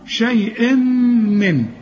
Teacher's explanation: التنوين اللي بعده ميم لازم تغن